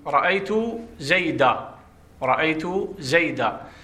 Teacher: فتقف عليها بالألف وتحذف النون · Term: تبدل النون ألفا